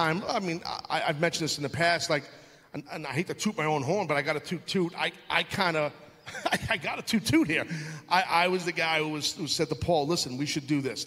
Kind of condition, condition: setting, live audience